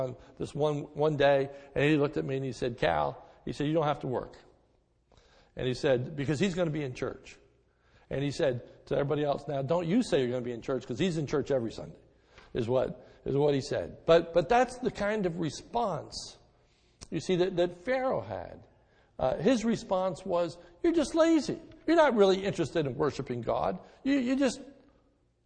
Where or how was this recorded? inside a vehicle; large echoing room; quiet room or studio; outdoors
large echoing room